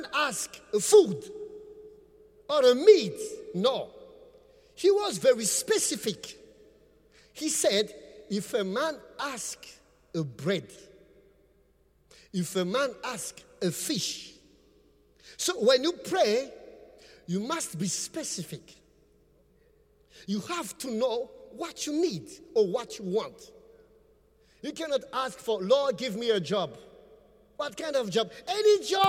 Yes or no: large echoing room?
yes